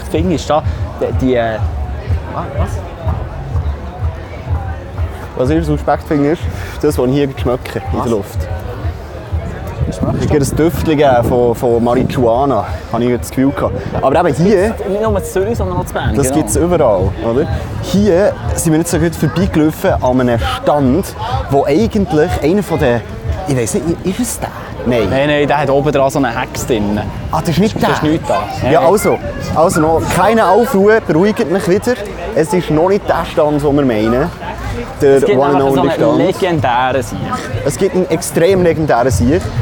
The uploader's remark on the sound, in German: Live von der BEA Expo